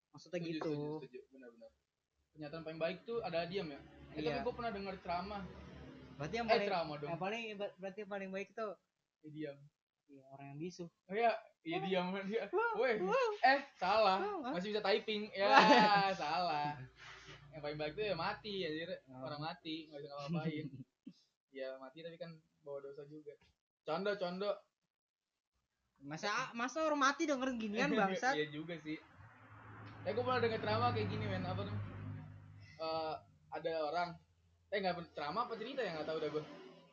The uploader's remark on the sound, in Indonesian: Audio nya kaya anjing jadi maaf jika banyak suara kendaraan.